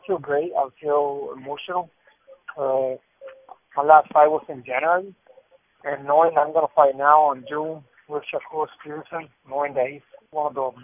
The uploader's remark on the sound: Media Conference Call